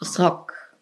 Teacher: das Rachen-R und es wird im Hals gebildet. Es ist nicht das Zungenspitzen-R.